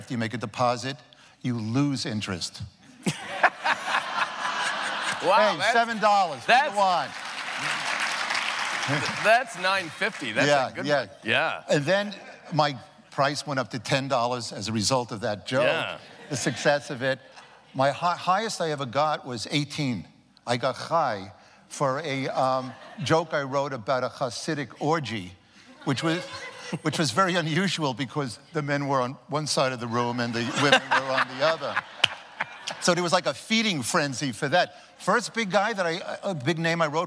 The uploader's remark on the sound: The conversation was recorded on November 16, 2015 in front of a live audience at New York's 92nd Street Y.